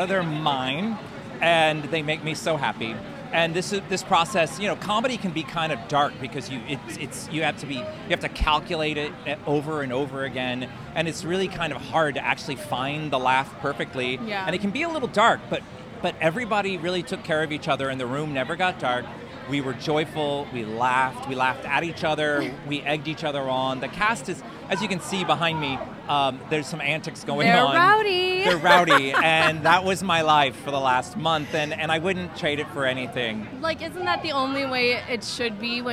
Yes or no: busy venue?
yes